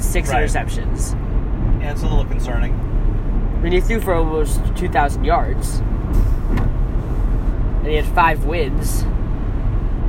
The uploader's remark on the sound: Live From the Car. On the four hour drive from Oakland to Visalia.